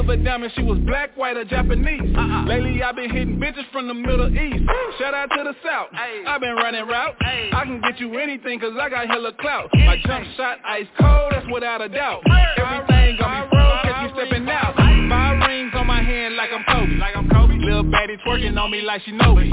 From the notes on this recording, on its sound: Guest Caller calling into the show tonight!!!!